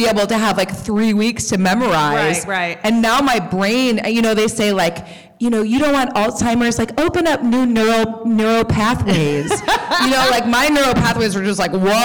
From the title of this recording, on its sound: LIVE at NYC Podfest